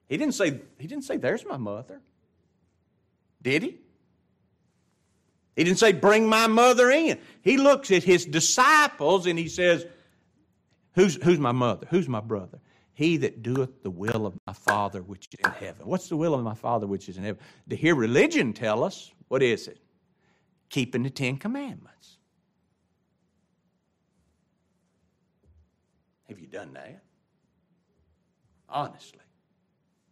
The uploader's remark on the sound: This is the LIVE STREAM broadcast of the adult Bible class and the Sunday Worship service of Grace Baptist of Ruston Louisiana.